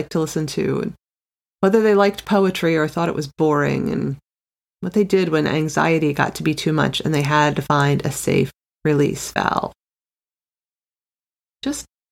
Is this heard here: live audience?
no